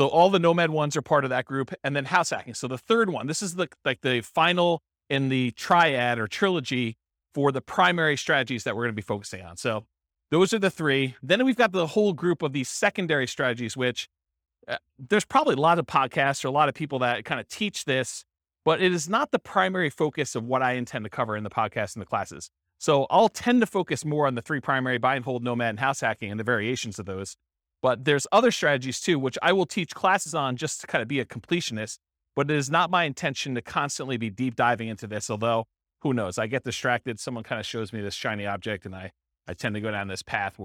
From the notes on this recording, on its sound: This was a live class recorded